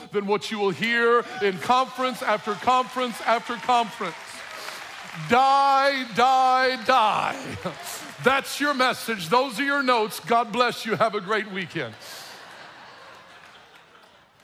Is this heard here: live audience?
yes